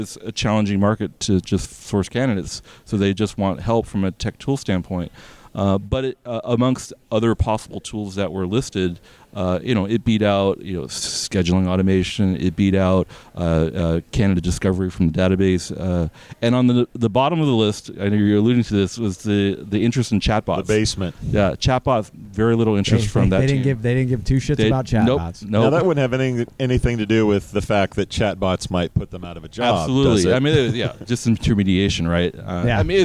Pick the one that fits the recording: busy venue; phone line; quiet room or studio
busy venue